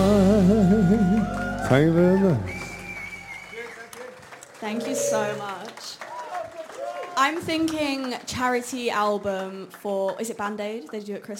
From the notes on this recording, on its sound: Broadcast live from the University of Salford's MediaCity Campus foyer on 31 October 2023. Utter Radio's monthly open mic show - broadcast live from the University of Salford's MediaCity Campus foyer.